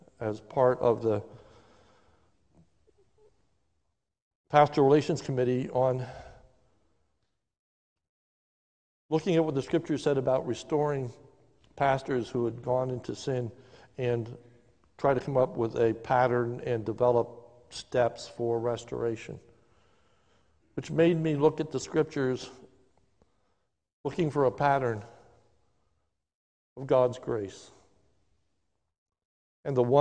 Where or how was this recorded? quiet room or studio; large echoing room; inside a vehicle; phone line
large echoing room